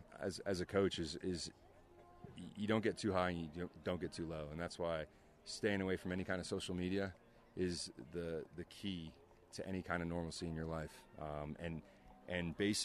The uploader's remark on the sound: Live From RSL Practice